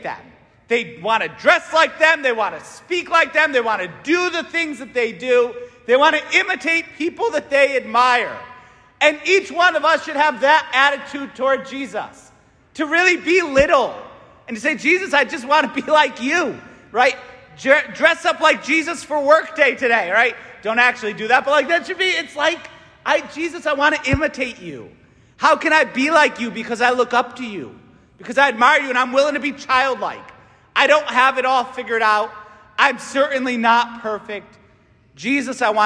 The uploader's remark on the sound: St Francis Catholic parish homily